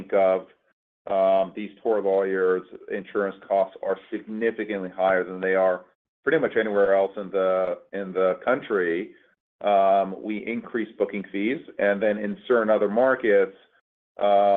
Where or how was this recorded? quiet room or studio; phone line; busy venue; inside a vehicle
phone line